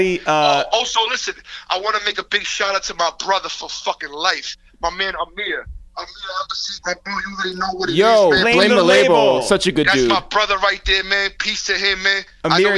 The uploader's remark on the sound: we make calls from our Upper West Side apartment